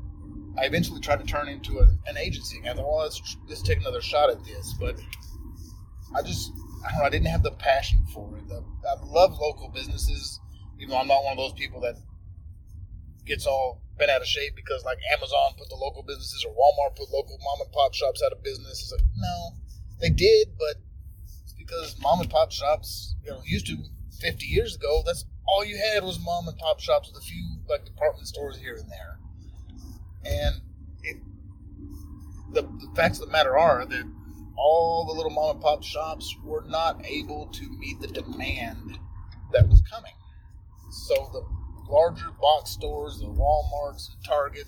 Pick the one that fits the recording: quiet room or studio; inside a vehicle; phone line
inside a vehicle